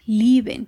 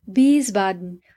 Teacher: Todas estas palabras tienen el diptongo IE, que pronunciaremos como una I larga.